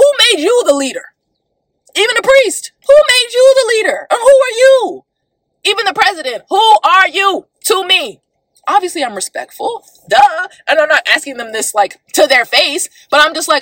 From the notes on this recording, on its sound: I want to apologize for the sound quality being so awful. Recording in my car would create horrible sound quality. I tried my best to take out some of the background noise.